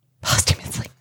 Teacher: you want to put the emphasis on the first syllable